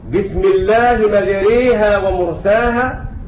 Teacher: أمال حفص عن عاصم هذه الألف